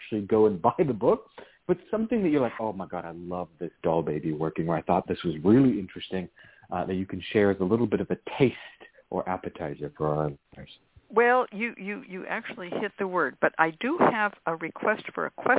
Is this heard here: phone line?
yes